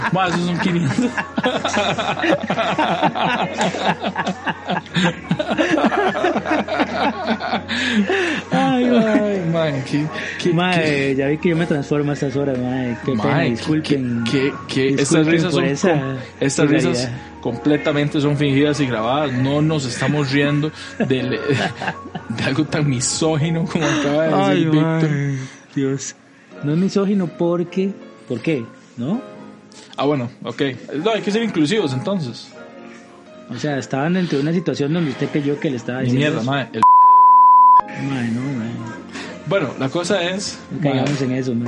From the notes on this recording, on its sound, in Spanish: Ruidos de fondo. Se reúnen en un café a grabar de la manera más normal mientras las personas los observan.